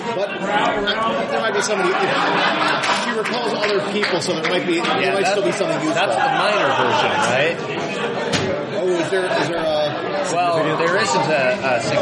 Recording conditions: busy venue